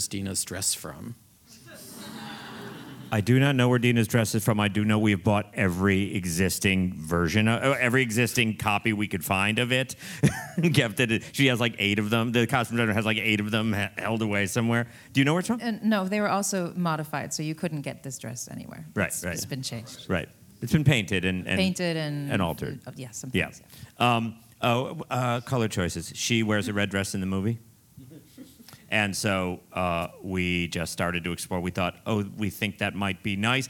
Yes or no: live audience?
yes